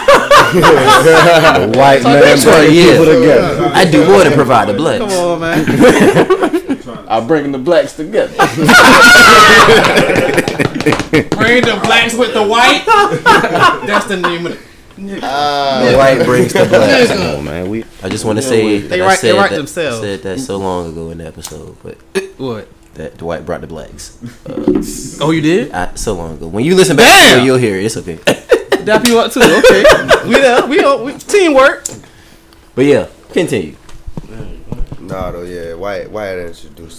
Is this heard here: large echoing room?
no